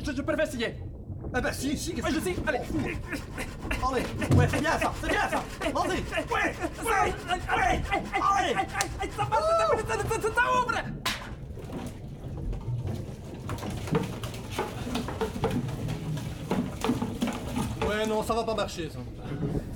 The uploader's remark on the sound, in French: En direct de La Loge. Avec bruiteur, comédiens, musiciens, et tout, et tout ?